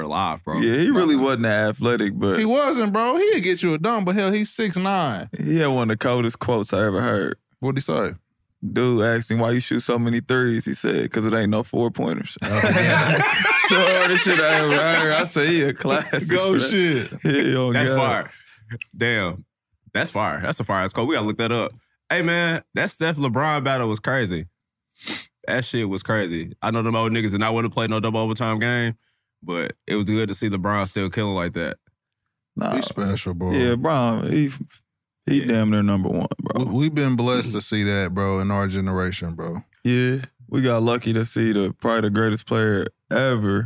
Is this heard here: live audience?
no